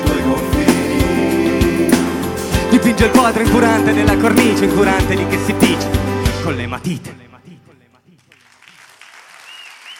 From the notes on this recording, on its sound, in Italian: in diretta dal Teatro Comunale Palamostre di Udine